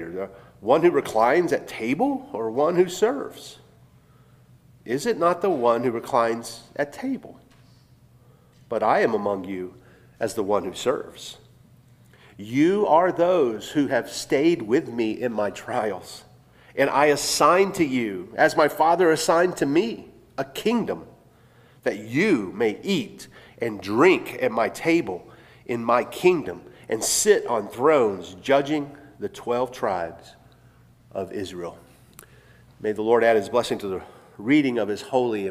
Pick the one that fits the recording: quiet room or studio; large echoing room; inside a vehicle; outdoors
large echoing room